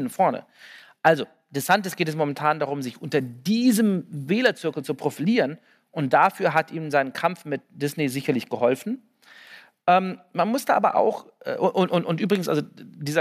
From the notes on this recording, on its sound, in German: diesmal mit Publikum, als Liveaufnahme von der Langen Nacht der ZEIT